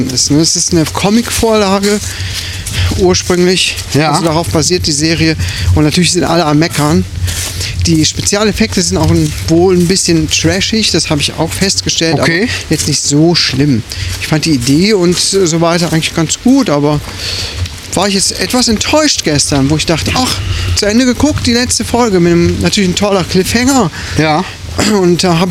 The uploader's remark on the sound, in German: DVP on Tour: Sturm macht die Aufnahme schlecht. Es wurde immer windiger. Trotzdem hauen wir diese Folge raus, die soundmäßig nicht die Beste ist, aber von Herzen kommt.